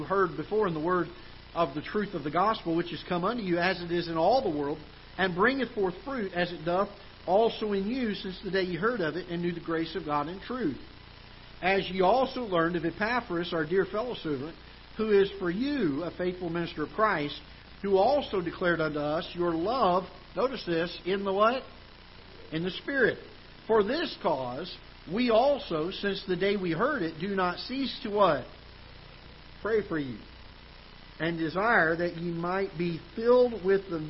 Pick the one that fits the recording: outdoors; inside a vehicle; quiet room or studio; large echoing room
large echoing room